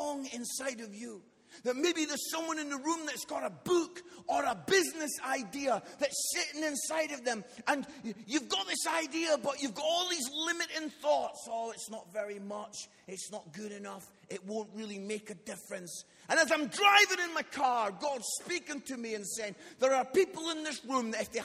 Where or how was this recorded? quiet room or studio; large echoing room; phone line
large echoing room